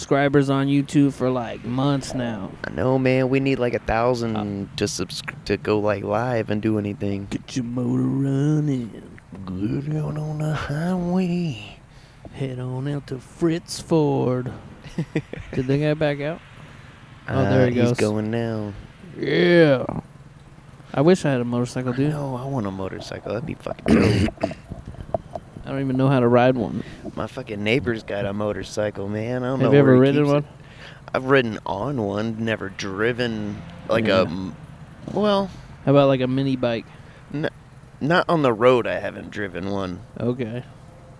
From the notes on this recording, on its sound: Night Time Outside Podcast.